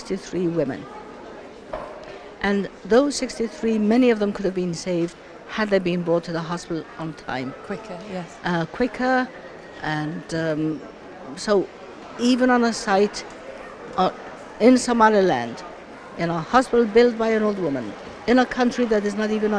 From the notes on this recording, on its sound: live at the Emirates Airline Festival of Literature